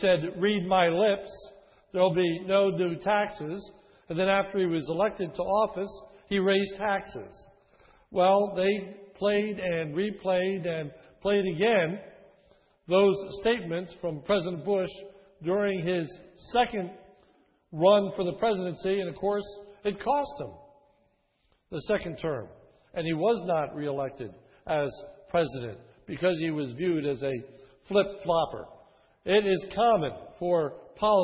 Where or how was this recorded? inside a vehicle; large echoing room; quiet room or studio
large echoing room